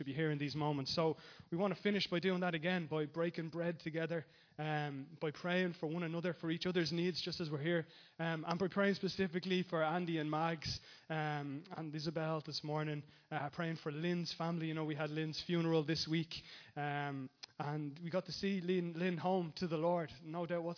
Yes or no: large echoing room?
yes